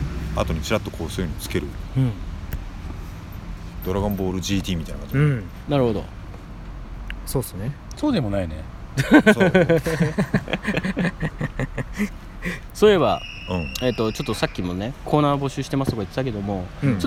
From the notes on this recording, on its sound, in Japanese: なかなか日程が取れず急遽スタジオ近くの公園で収録敢行…否、夕刻の風が気持ち良いので屋外ロケ敢行！な番外編。